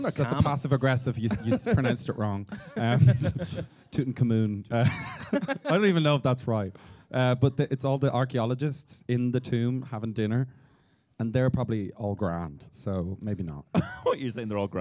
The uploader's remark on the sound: This weeks podcast is a live pod! Recorded on the 27th of October 2022 in Omniplex Rathmines; its Watch Party 4: The Mummy.